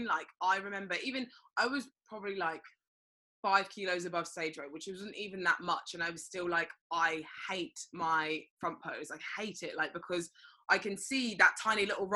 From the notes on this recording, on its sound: Apologies in advance for the audio on this one!